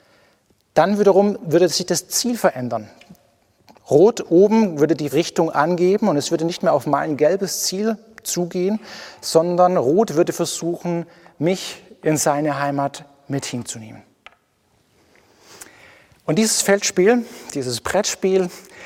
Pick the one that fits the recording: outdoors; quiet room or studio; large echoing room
large echoing room